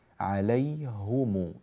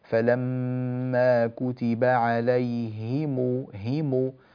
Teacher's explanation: كذلك أتيت بخطأ في الضبط عندما قرأت فلما كتب عليهم القتال، ضممت الهاء والميم، عليهم، لا، نحن نريد كسر الهاء مع ضم الميم · Shown in: second take